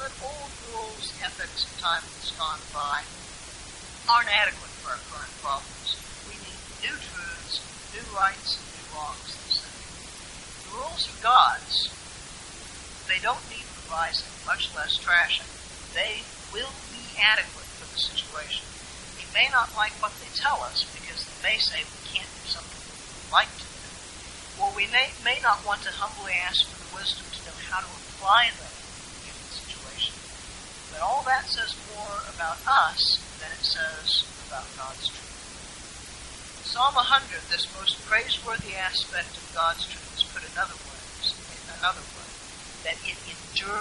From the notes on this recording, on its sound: Apologies for the poor audio quality.